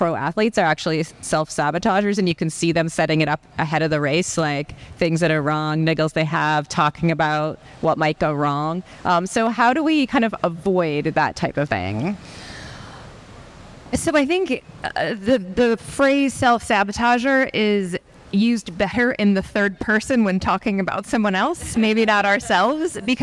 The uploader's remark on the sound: Live from the Vinfast IRONMAN World Championship. During a special educational session at the Vinfast IRONMAN World Championship, Feisty Media hosted a panel discussion on the main expo stage.